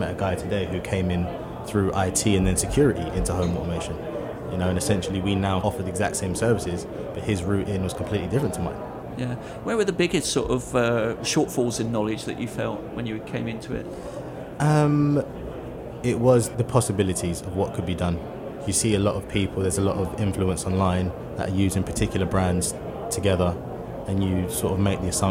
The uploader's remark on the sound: Recorded at ISE 2023.